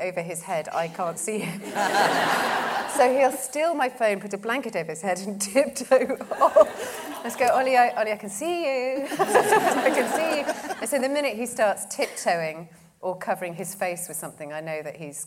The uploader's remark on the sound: This episode was recorded in front of a live audience at the Cheltenham Comedy Festival in September, 2018.